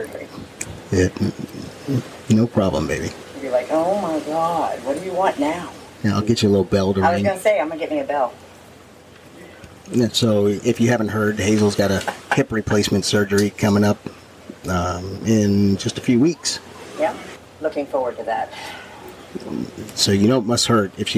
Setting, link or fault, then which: setting, busy venue